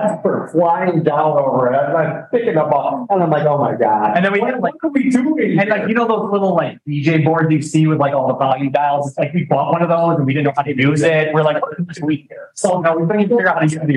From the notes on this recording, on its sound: People, Process and Performance (CV Manufacturing Conference). We moderate a panel at the CV Manufacturing Conference.